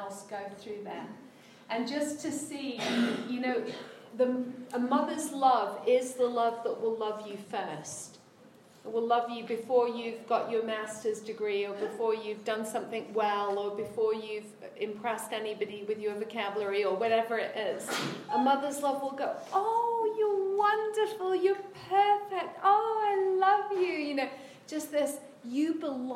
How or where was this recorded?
live audience